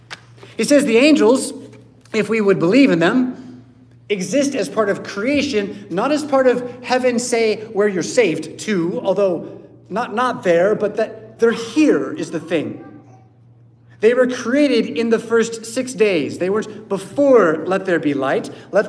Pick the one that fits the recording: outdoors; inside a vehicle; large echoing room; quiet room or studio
large echoing room